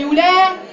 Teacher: اللام حرف مرقق والالف حرف ضعيف تتبع ما قبله من التفخيم والتقليل. بمعنى الالف جت ورا حرف مفخم هتفخم، الالف جت ورا حرف مرقق هترقق.